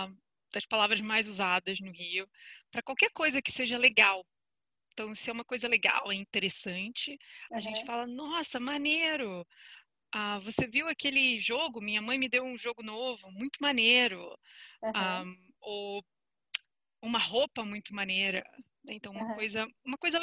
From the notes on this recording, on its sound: We had a long conversation via Zoom, and I recorded the conversation